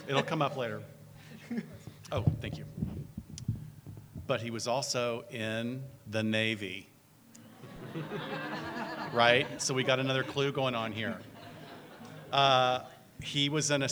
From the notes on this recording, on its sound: Live recording of our May 20th live show. Live from The Heritage Square Museum.